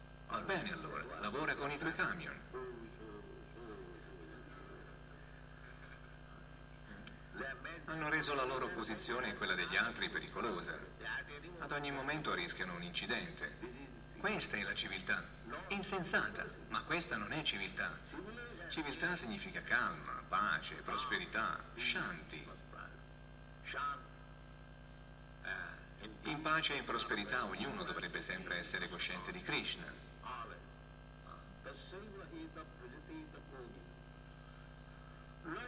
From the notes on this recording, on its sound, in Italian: in diretta dal Tempio di Villa Vrindavana